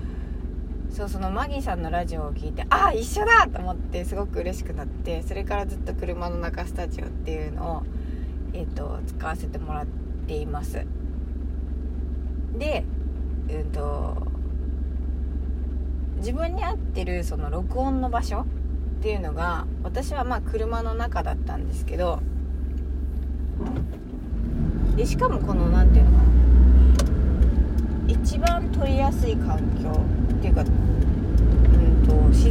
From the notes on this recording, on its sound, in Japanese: 最後の効果音がちょっと大きくなっちゃいました。いちばんしっくりくる録り方がこれでした。車の中スタジオ。